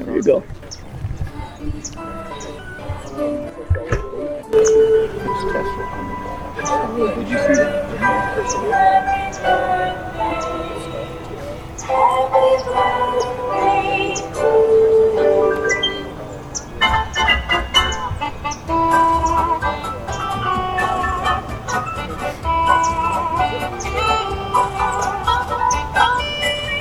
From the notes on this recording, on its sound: This show was recorded outdoors and has sub-standard audio.